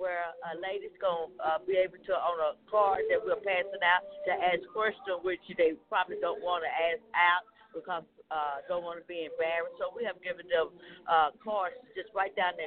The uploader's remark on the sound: On-site podcast at this year conference 2019 Saved by Grace